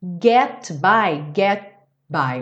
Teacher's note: Ou seja, na hora que você ia fazer o T, já fechou o lábio para o B.